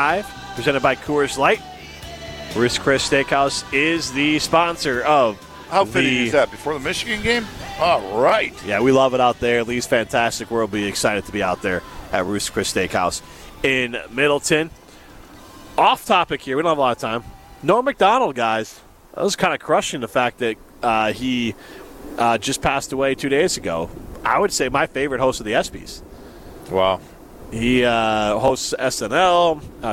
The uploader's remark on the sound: live from Metro Kia of Madison